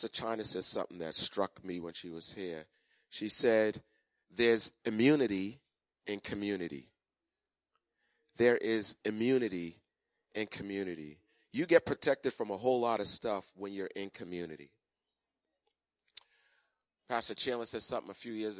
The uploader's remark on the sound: Recorded on 2017-02-19 at the 08:30am Service.